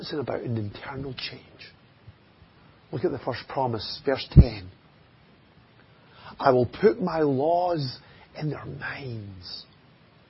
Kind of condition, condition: setting, large echoing room